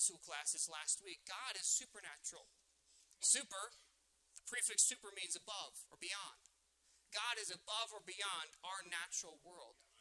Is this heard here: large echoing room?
yes